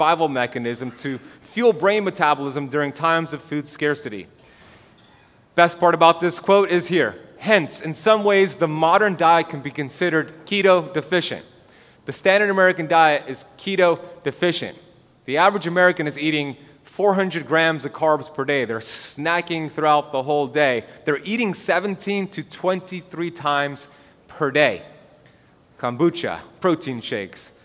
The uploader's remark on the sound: This is the full lecture recorded at The BioHacking Congress, Miami, Florida October 2021.